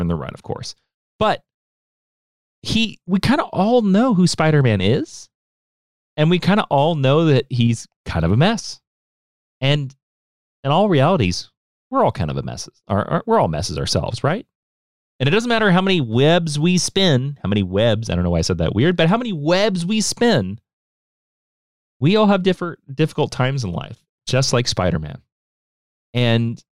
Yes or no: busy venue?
no